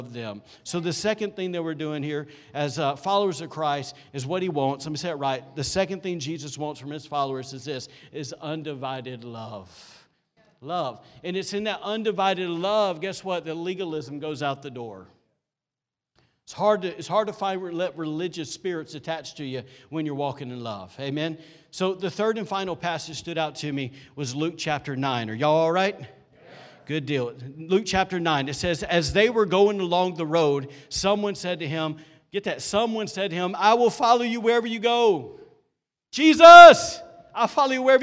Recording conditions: large echoing room